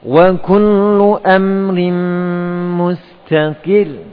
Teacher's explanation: Pada mustaqir ra-nya tetap tipis